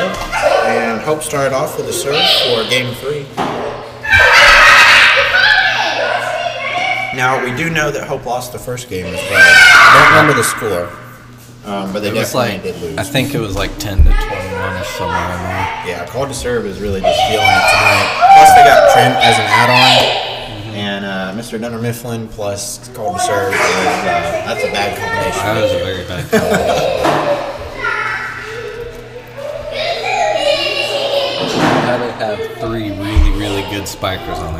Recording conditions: sounds in the background